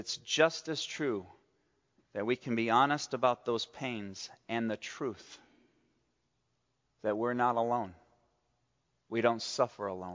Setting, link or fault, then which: setting, large echoing room